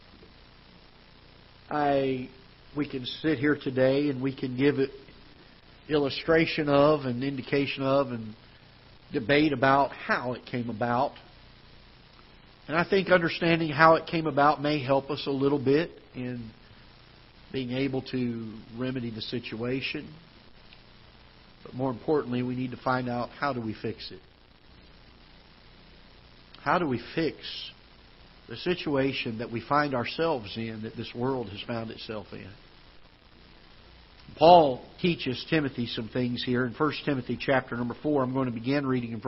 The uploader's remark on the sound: Ketha Heights Baptist Church ~ Live Broadcast.